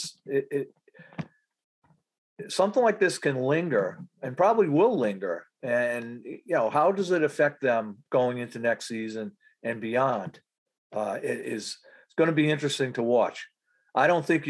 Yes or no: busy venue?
no